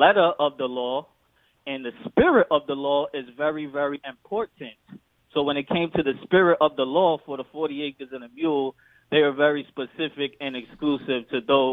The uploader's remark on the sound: The phone lines are hot